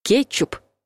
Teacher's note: Согласный «к» в слове «кетчуп» произносится мягко